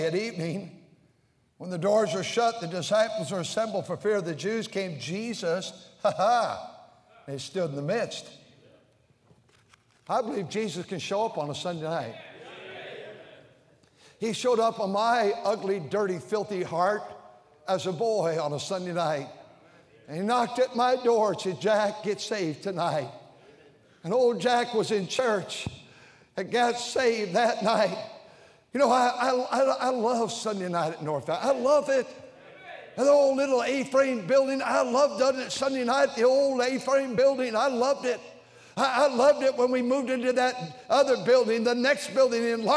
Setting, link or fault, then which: setting, large echoing room